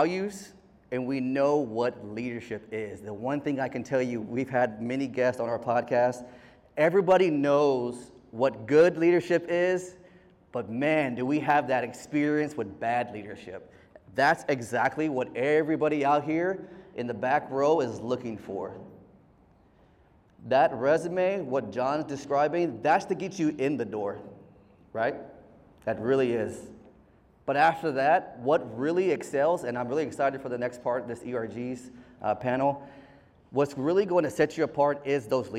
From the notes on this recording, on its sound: a heartfelt speech delivered by our very own host at the Medical Center's "Veterans, Red, White, and You" event on July 13th, 2023